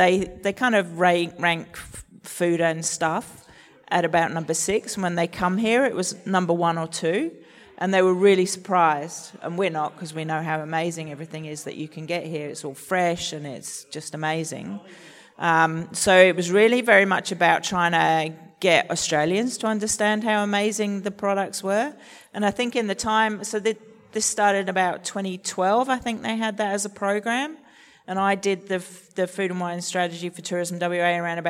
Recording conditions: busy venue